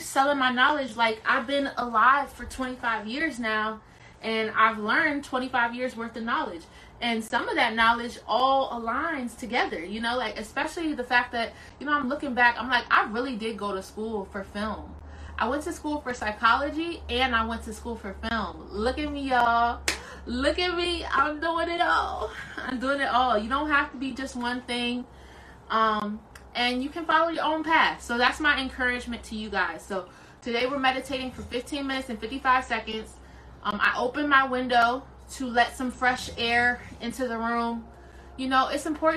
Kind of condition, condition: fault, sounds in the background